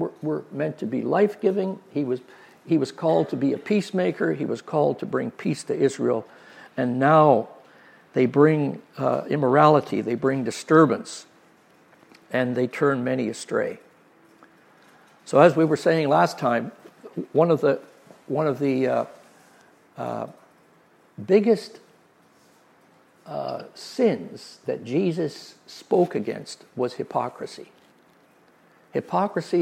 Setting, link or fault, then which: setting, large echoing room